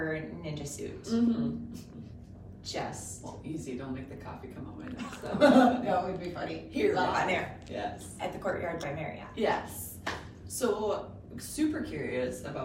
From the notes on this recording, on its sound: live from the Courtyard by Marriott this morning before the FMWF Chamber's Eggs & Issues today